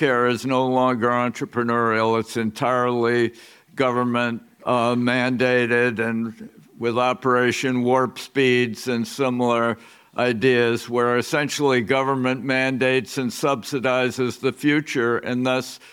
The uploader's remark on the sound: Live from the 2024 Smead Investor Oasis